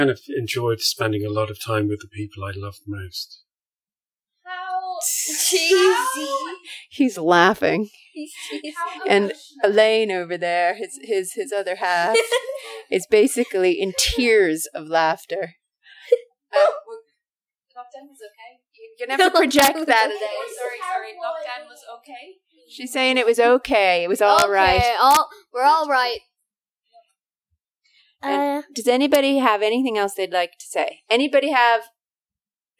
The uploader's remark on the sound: Some mic issues - apologies for that.